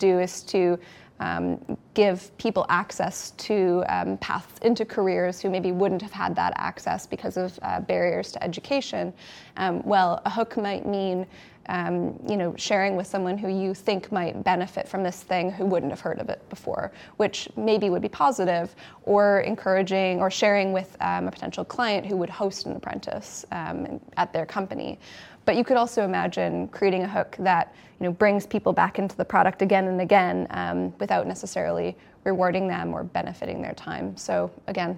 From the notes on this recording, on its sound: We were invited to host the panel at Product Party with Octopus Ventures, so we figured we would record it and share with you all! Record the podcast with a live audience.